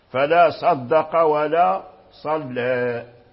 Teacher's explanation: ترقيق اللام، لأن اللام ممالة